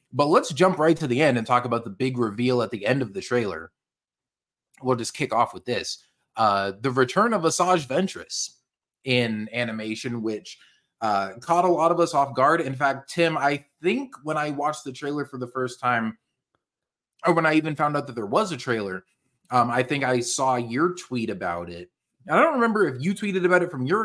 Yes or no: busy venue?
no